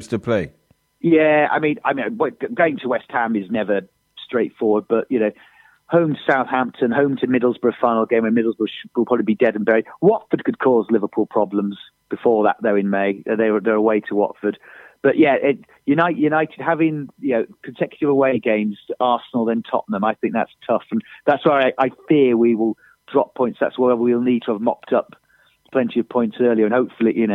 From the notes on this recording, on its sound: on the phone